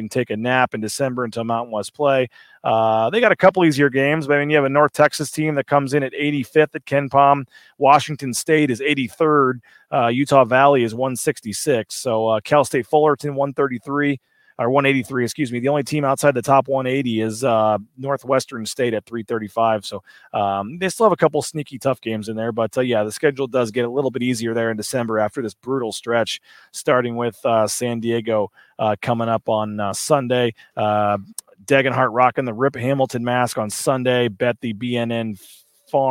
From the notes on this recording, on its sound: LIVE at ExtraMile Arena